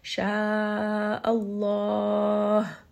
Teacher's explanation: Sha Allah. So make sure there is proper air at the end on this ha with sukun. And the name of Allah here is going to be heavy because the letter before has a fatha. · Term: hams